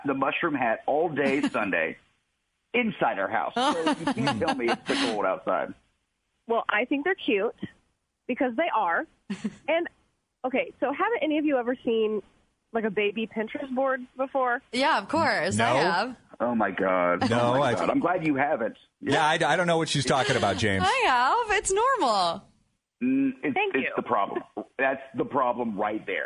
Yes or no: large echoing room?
no